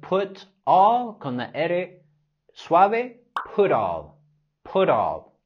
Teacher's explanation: Podemos vincular las palabras put all con la R suave